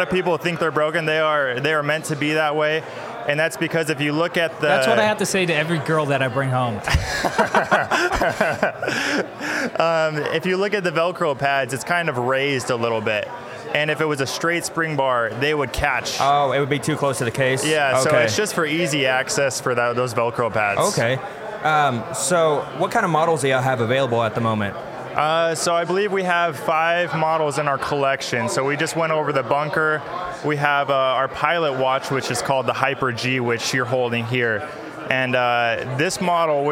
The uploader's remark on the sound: Take a trip to Illinois to attend MicroLux Chicago 2023. Little did they know they we're gonna be put in a kitchen to do interviews.